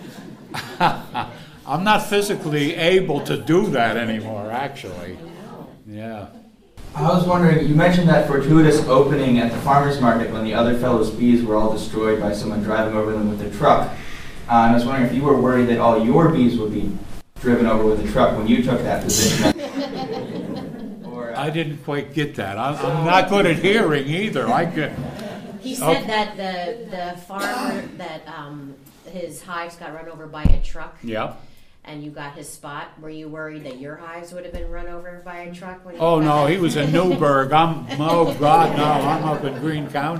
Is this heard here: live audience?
yes